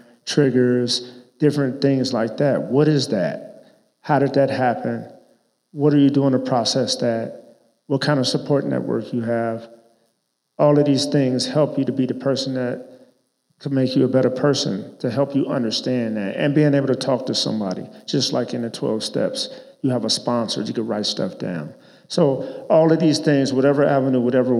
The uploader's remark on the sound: This is a live podcast we recorded at BOA headquarters in Denver, CO. It followed a screening of 26.2 to Life.